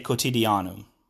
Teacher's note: there is a TI in the word quotidianum, and that's an exception, so we do not say ts in that case. We say quotidianum.